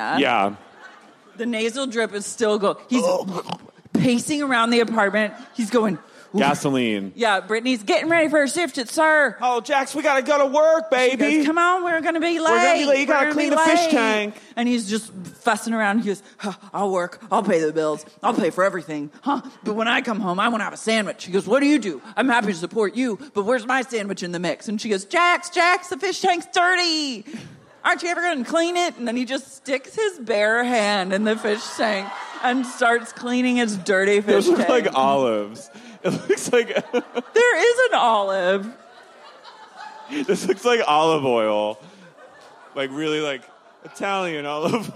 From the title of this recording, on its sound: LIVE at Neumos